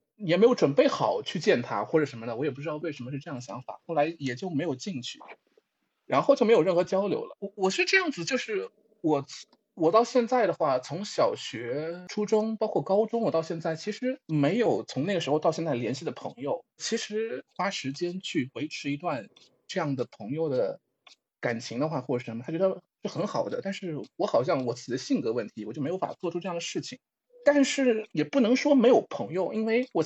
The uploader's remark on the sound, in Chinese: 近期疫情原因，共处一室继续线上录制，距离虽远，声音很近。